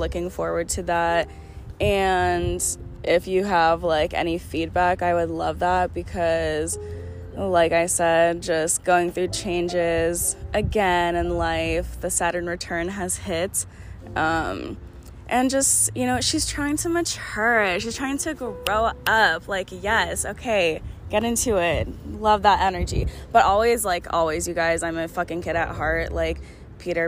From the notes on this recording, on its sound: sorry about the wind blowing